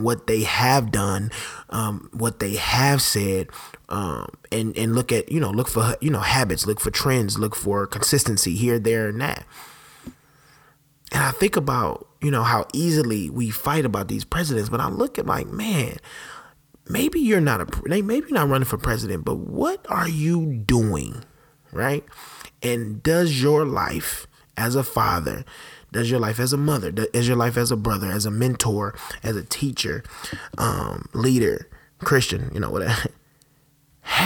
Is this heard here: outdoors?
no